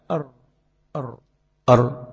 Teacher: هيلزق ظهر طرف اللسان بالحنك الأعلى أر أر أر. أول ما يلصق يقوم الارتعال بتاع اللسان يسكن فلا يتكرر الحرف، إنما هيترك وما يحصلش إلصاق لظهر طرف اللسان في الحنك الأعلى هيتكرر الحرف، وهذا من الخطأ.